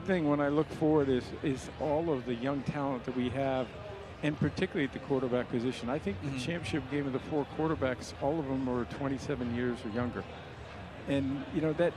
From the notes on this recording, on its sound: live from Lincoln Financial Field